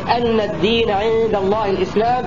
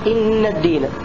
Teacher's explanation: فيقرأ الكسائي أن الدين عند الله الإسلام بفتح الهمزة ويقرأ غيره بكسرها إن الدين